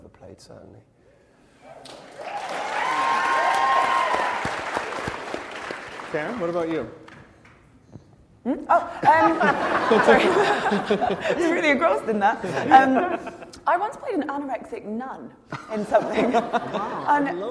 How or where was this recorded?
live audience